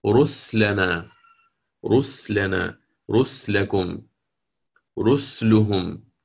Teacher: كلها يسكن فيها السين